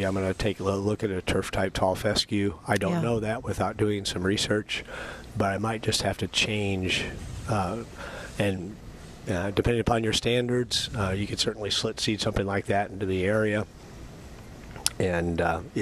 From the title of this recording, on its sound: Live at Prairie Gardens